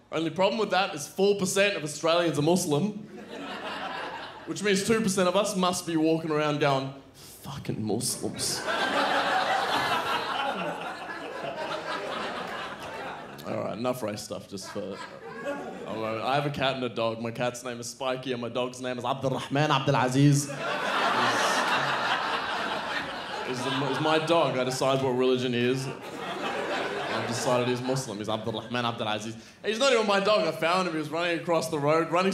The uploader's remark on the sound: Recorded at the Melbourne International Comedy Festival's Comedy Up Late for ABC2.